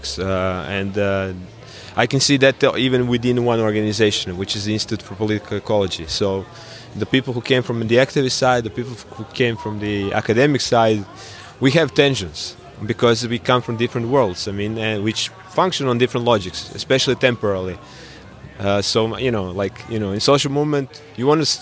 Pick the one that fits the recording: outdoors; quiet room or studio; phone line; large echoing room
outdoors